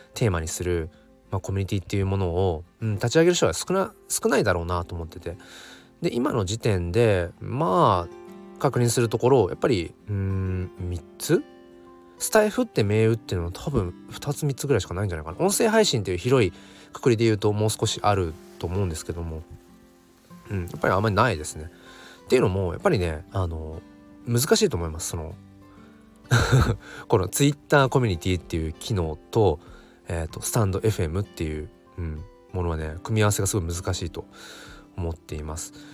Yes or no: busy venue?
no